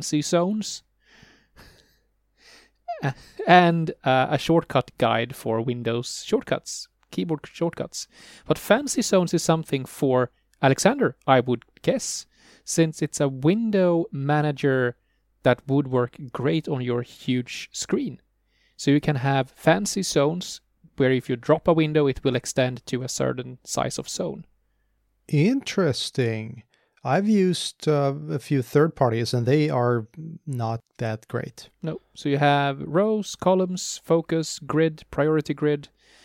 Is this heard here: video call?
no